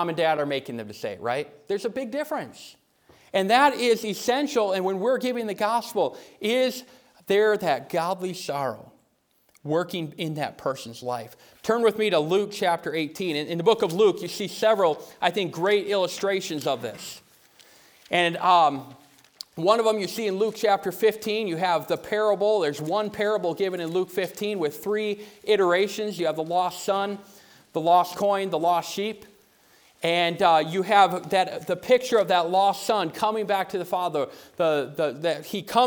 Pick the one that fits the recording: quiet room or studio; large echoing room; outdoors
large echoing room